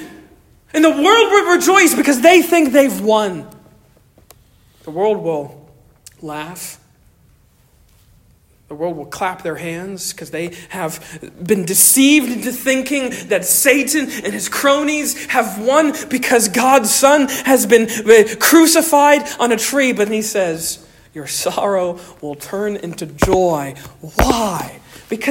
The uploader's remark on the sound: Stonington Baptist Church, Paxinos, PA.